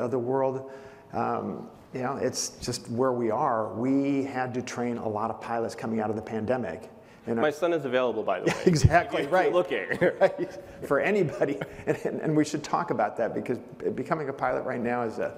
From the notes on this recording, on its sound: On stage at the Skift Aviation Forum. On stage at the Skift Aviation Forum.